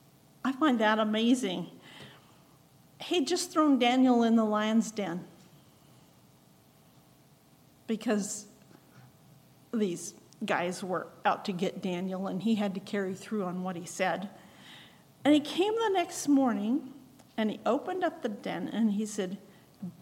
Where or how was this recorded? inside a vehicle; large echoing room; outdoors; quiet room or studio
large echoing room